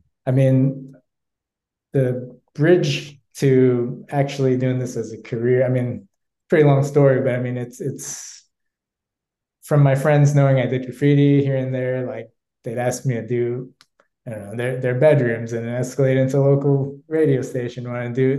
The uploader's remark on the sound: A Zoom sit-down business and leadership conversation.